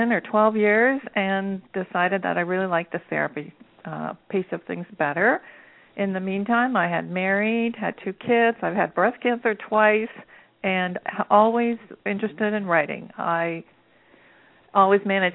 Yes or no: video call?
no